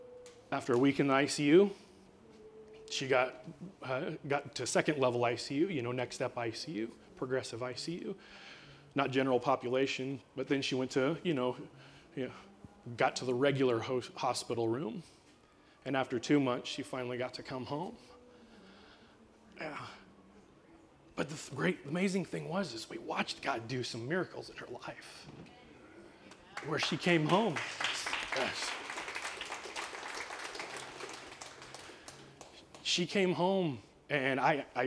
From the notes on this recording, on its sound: LIVE recording. Blue Ridge Estate Vineyard & Winery hosted their first Personal Growth Day, where five top-tier motivational speakers from the US and Canada delivered presentations.